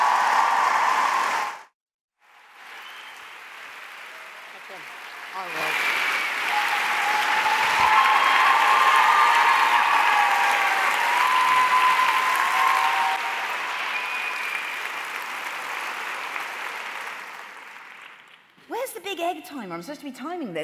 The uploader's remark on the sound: The Women's Equality Party launch their election campaign with a celebrity fundraiser hosted with 5x15 in May 2016. Addressed the audience at Central Methodist Hall.